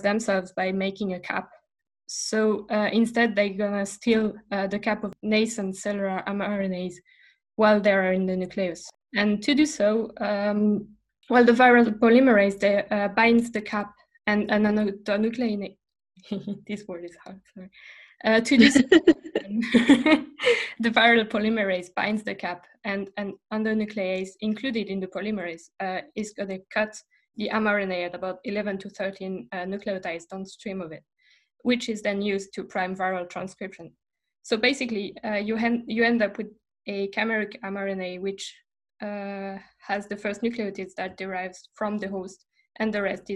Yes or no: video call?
yes